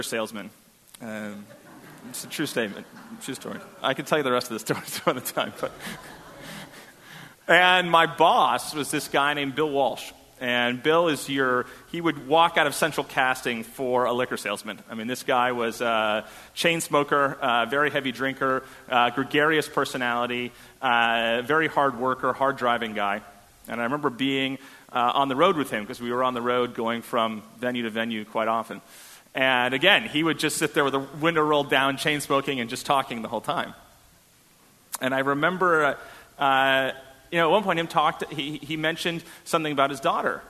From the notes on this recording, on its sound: on May 14, 2017 at First Congregational Church of Houston.